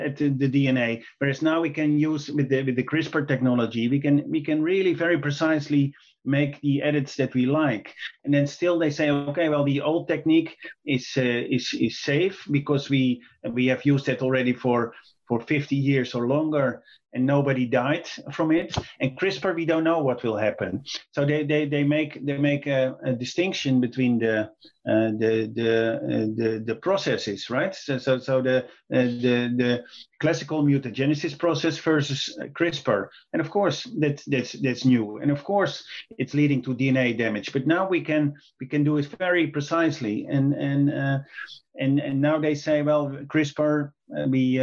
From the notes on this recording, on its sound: Via Zoom